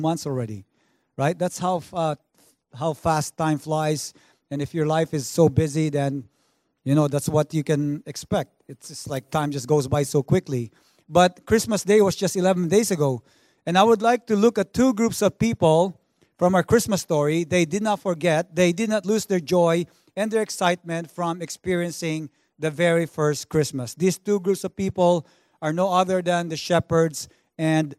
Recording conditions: large echoing room